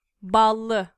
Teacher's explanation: A is a back, unrounded vowel, and ı is also a back, unrounded vowel.